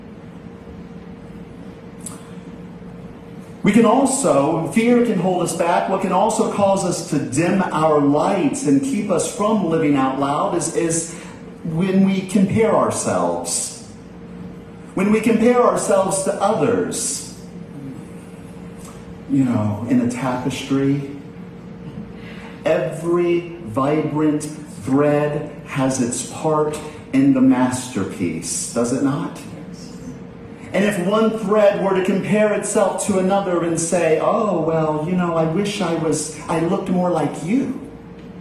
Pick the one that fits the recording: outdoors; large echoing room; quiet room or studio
large echoing room